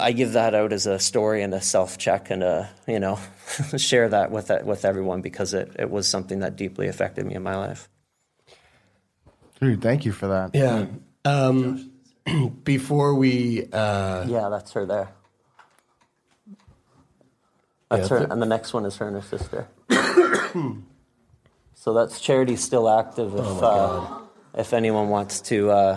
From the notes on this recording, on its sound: Our live recording from Movember house in Toronto.